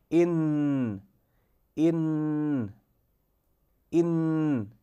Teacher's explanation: اللسان رأس اللسان لا يندك ولا يحتك بالأسنان أبدا، ولا يندك بالحنك الأعلى، وإنما في لثة الأسنان العليا · Term: حرف النون